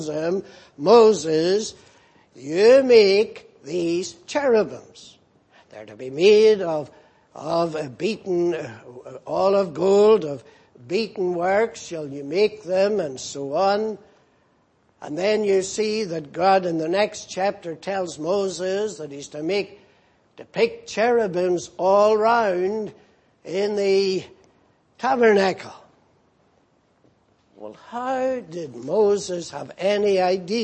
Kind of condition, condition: setting, large echoing room